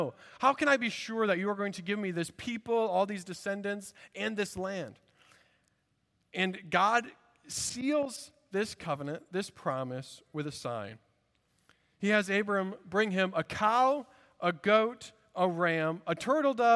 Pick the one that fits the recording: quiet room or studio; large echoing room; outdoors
large echoing room